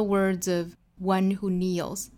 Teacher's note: word 后面加上了 s 读浊音的 z 的发音，再跟后面连读就是 zv